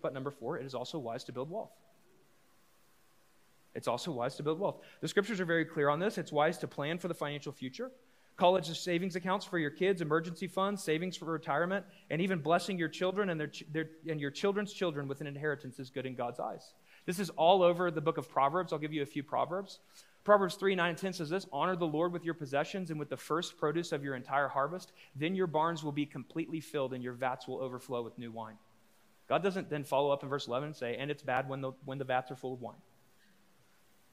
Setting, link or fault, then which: setting, large echoing room